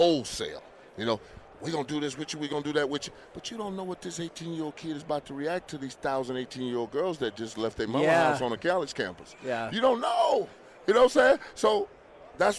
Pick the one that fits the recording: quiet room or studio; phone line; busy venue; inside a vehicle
busy venue